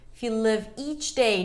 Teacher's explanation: If you live each day, notice that we have a relaxed I sound for live and a high E for each